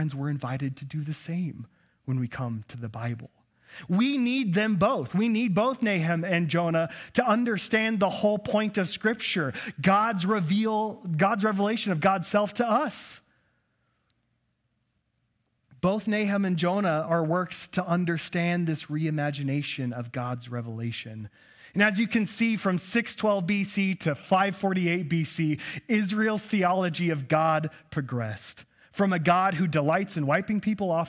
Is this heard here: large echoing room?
yes